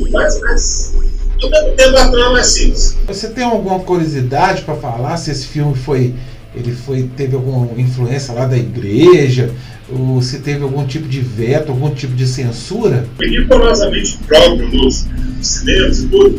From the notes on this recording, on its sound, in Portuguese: Desta vez online. Mesmo com um áudio não tão bom, peço desculpas.